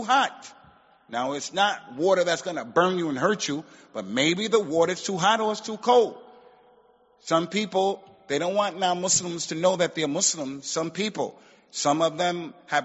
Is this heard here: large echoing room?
yes